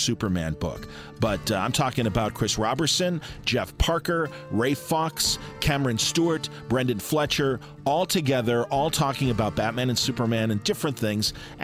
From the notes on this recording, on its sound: The Batman V Superman Panel from Cincy Comicon.